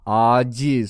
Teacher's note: It has this long a, that's why we have şapkalı a.